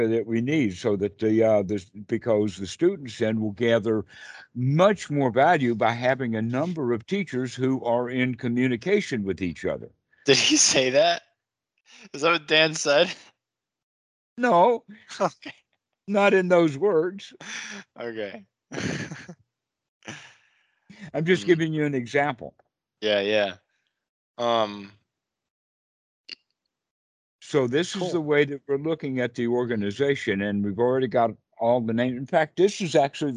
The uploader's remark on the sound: skype calls